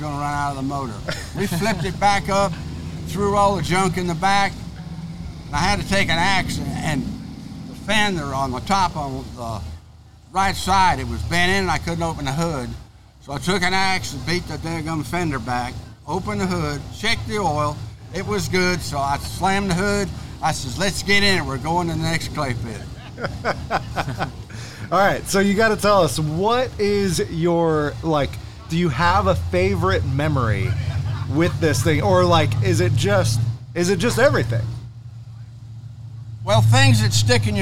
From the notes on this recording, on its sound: Recorded from the Super Celebration 2023 in Townsend TN